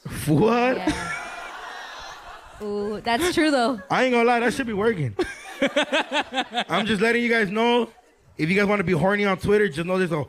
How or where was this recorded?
live audience